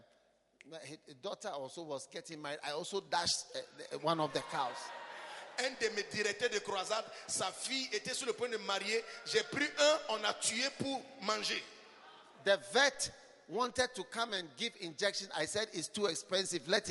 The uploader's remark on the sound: Preached at the Bafoussam Pastor's Conference, Cameroon.